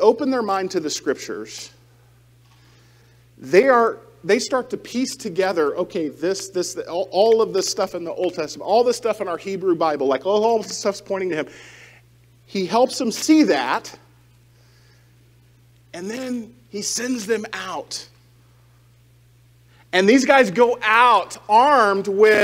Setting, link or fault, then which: setting, large echoing room